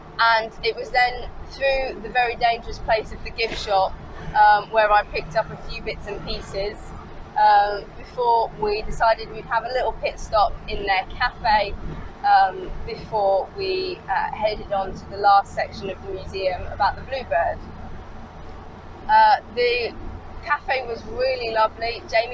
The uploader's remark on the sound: all recorded from my 1968 Morris Minor, Peggy